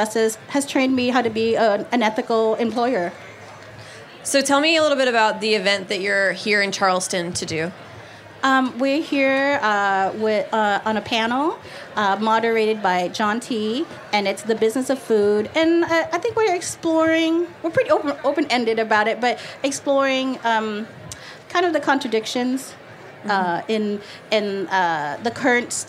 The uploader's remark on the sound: sits down with us at the Charleston Wine and Food Festival